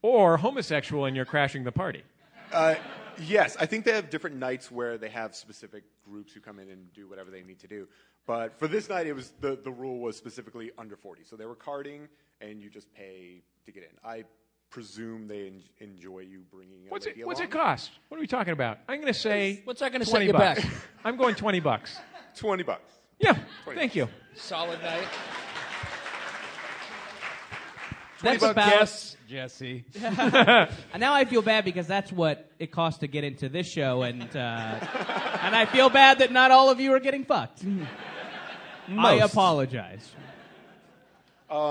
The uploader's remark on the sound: Live at SF Sketchfest. Live on stage at the Eureka Theater in San Francisco.